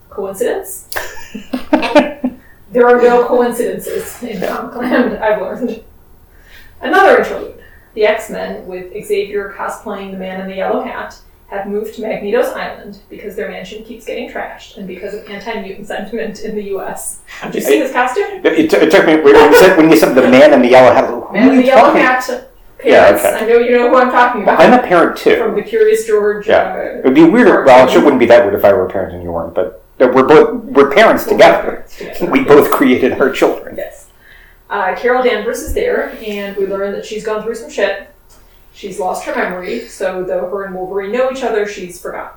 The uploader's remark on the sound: The fight scene is almost as bad as the audio. Full disclosure: the audio for this one is terrible. I don't know what happened.